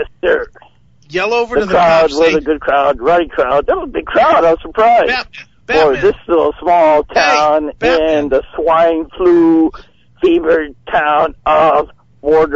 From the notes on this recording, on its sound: calls into the show while walking out of a concert